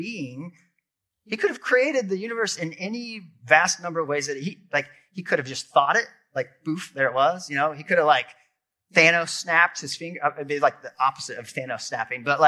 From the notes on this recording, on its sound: This episode is audio from a sermon